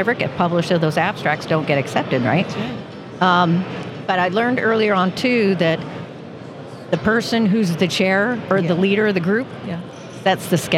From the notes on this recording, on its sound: Recorded live at the 2023 SPE Gulf Coast Section Electric Submersible Pump Symposium.